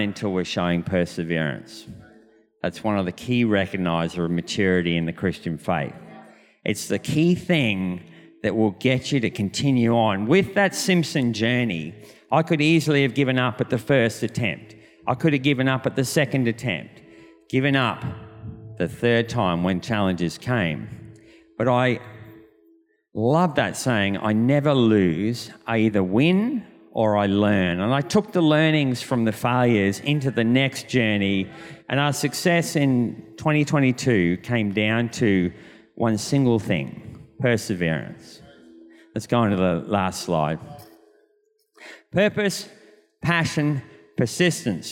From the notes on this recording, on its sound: This was recorded in our 9am service on Sunday, the 20th of November 2022